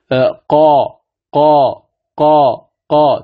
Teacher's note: حرف القاف، قال من أقصى اللسان مع ما فوقه من الحنك الأعلى اللحمي